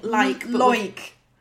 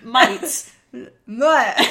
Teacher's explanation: like, might, or try, you want something more like an oi sound